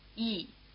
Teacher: It's written YI, but you can't always hear the Y as a separate sound